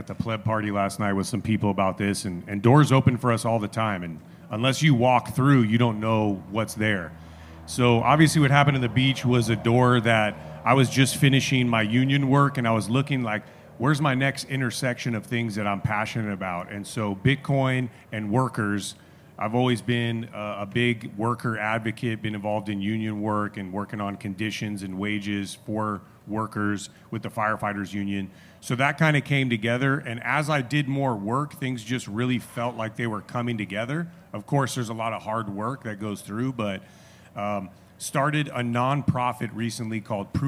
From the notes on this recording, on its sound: special live episode of Café Bitcoin from the Swan Dome at Pacific Bitcoin Festival 2023